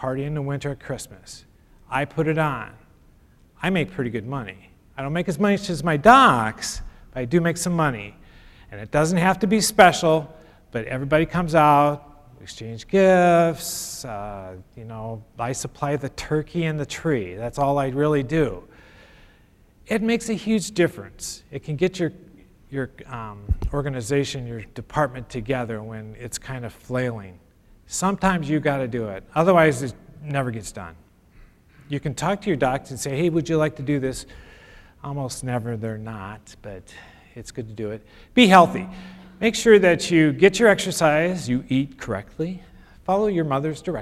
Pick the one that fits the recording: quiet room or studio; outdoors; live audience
live audience